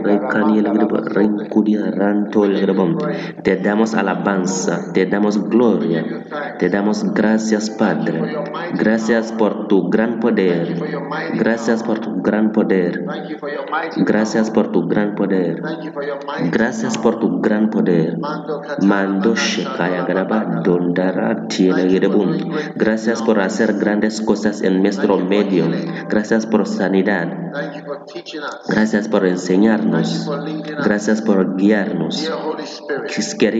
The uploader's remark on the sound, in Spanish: Predicado en Light Conference 2023, Catedral de Alabanza, Manila, Filipinas.